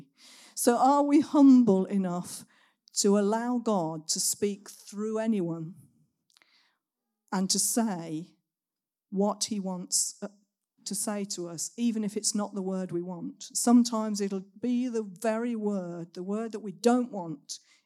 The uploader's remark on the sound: Recorded at Saxon Hall on Sunday 15th October 2023